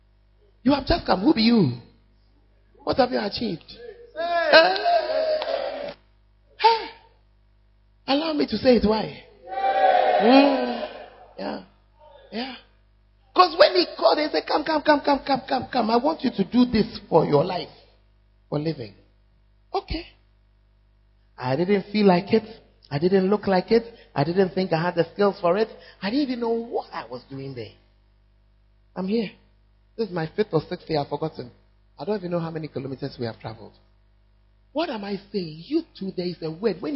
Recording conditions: large echoing room